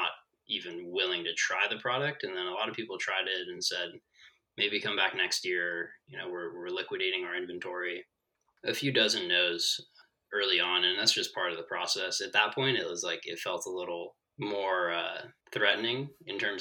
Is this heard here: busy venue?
no